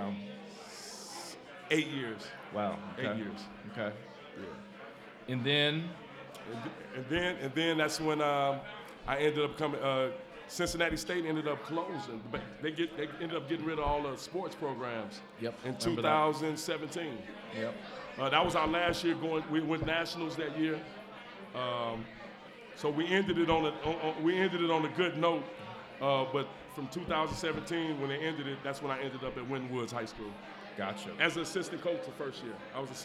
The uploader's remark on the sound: LIVE at Mio’s